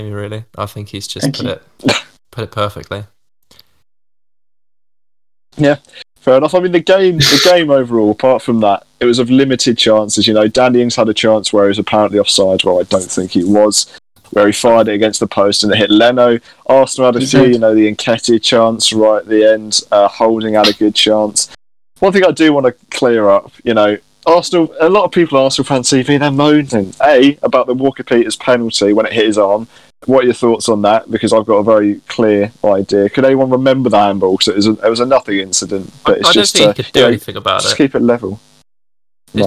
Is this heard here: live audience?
no